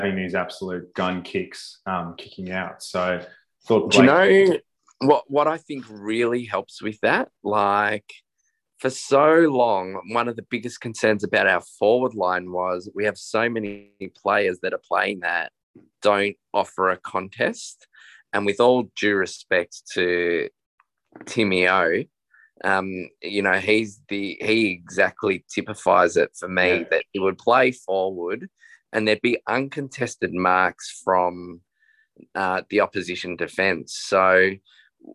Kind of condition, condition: link, video call